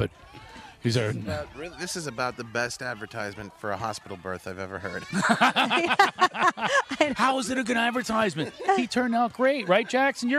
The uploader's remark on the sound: Live from the Mercy Lounge in Nashville TN